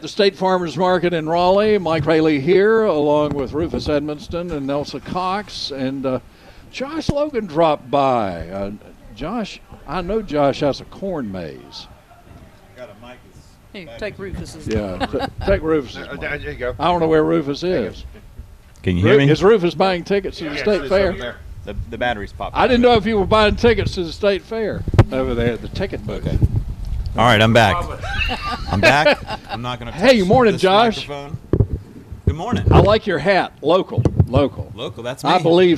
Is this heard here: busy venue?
yes